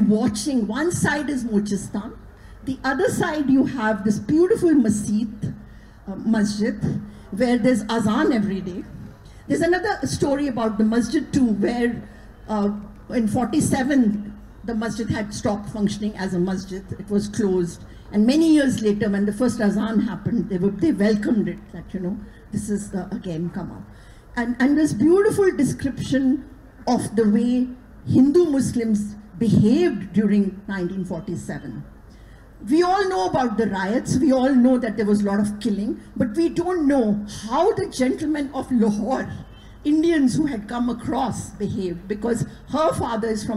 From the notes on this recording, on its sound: A live session from Jaipur Literature Festival 2023!